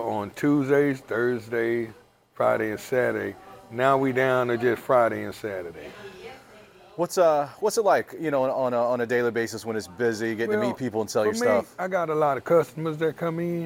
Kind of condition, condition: setting, busy venue